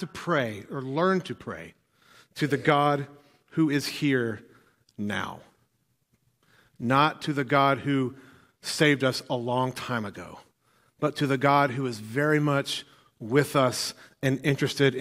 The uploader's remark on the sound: filled the pulpit at NPC this morning